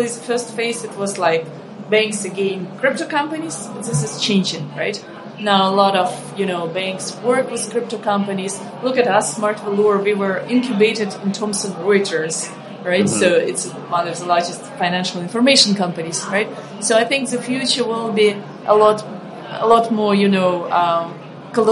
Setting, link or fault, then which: setting, busy venue